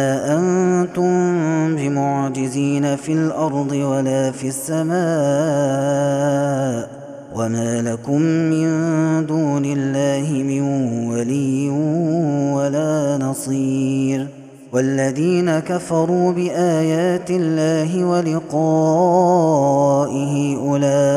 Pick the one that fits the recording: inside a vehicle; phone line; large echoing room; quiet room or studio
large echoing room